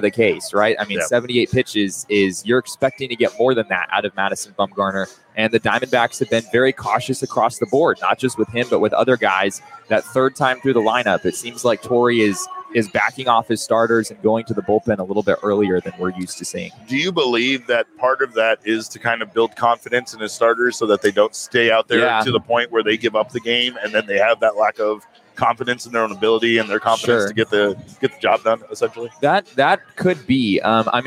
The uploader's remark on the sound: Together live at the Ainsworth!